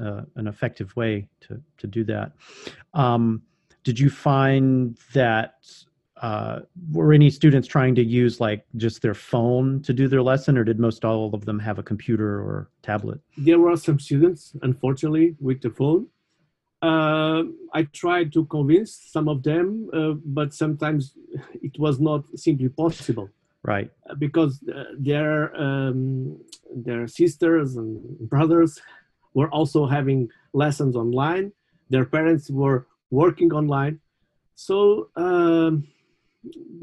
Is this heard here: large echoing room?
no